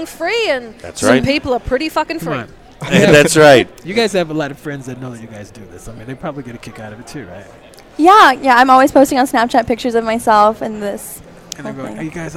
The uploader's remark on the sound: LIVE From Phoenix Comicon 2017